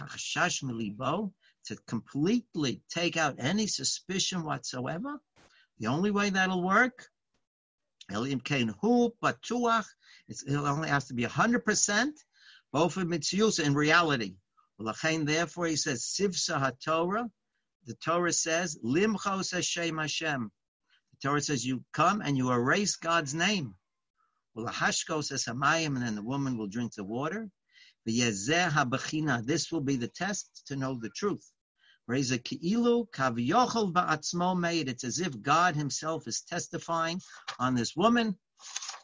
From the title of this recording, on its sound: Live On Zoom: 6-4-2020